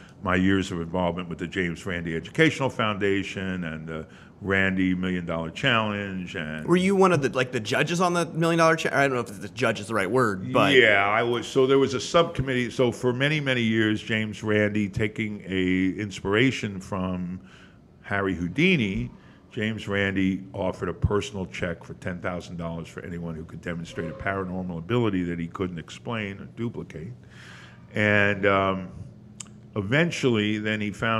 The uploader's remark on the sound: The Moisture Festival Podcast records on location at Hale’s Ales